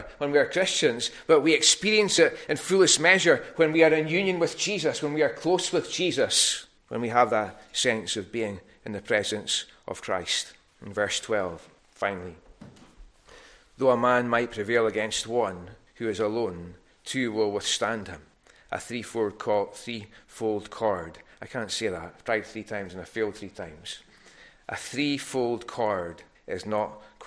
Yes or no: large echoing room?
yes